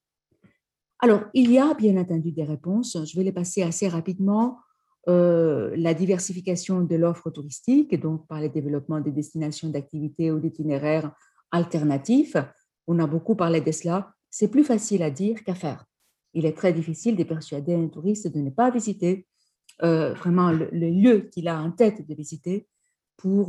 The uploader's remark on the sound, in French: Enregistré sur zoom